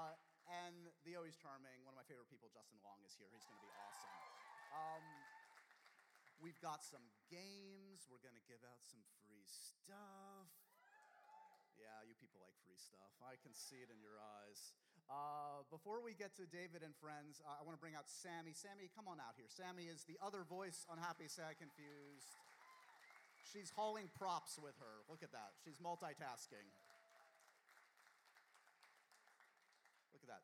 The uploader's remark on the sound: Live episode! We finally went live for a fun holiday special taped at the Bell House in Brooklyn!